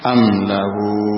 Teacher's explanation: Hunya dipanjangkan, namanya waw saghirah. Waw saghirah idza kana, atau apabila setelahnya atau ya sebelumnya ha dhamir dipanjangkan dua harakat.